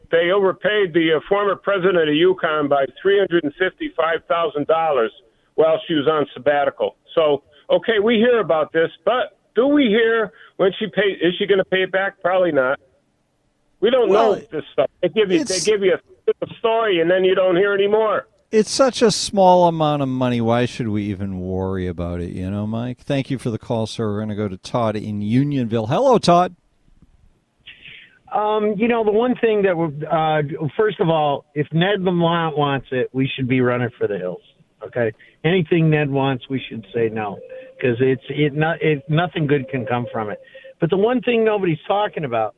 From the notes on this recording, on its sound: Take phone calls.